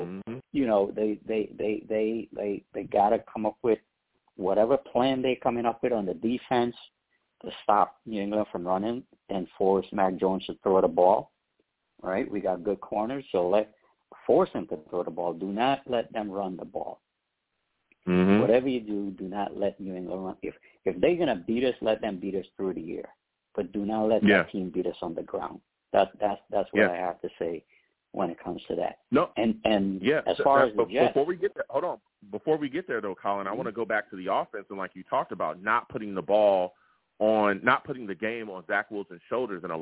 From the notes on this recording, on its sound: I take live callers as well!